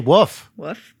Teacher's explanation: I never pronounce the L in wolf.